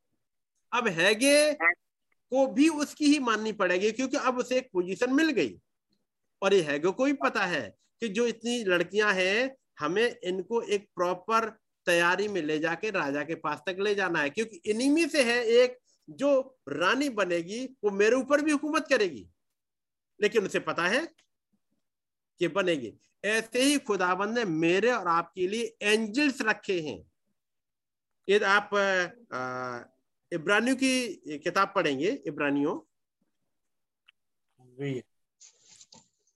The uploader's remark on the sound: Zoom Meeting.